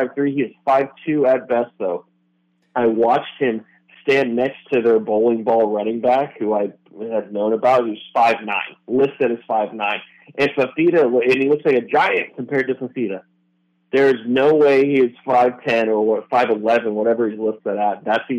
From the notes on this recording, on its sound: Arizona Postgame Call-In Show.